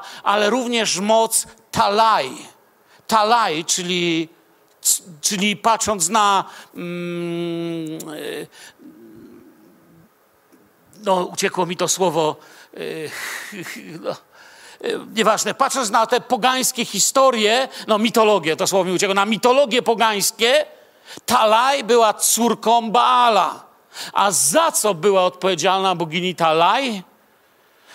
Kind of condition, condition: setting, large echoing room